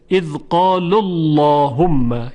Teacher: قبل از لام اللهم ضمه وجود داره، اذ قال اللهم که در این دو مورد تفخیم میشه، و اگر قبل از اون کسره باشد طبیعتا ترقیق میشه.